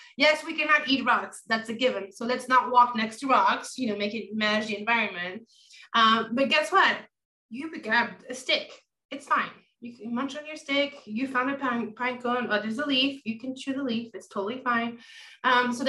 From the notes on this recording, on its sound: Recorded Webinar